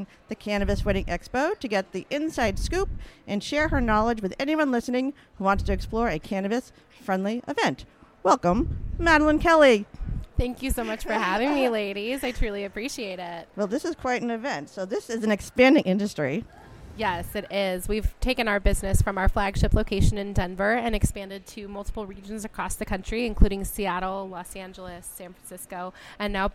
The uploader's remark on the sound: on location at the Cannabis Wedding Expo in Cambridge, Massachusetts